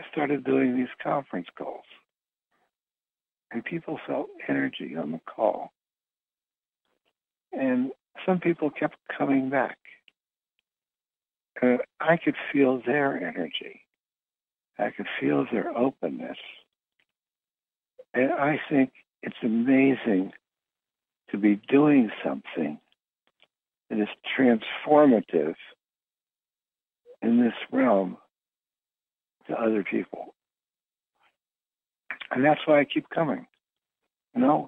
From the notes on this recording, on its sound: Conference Call LIVE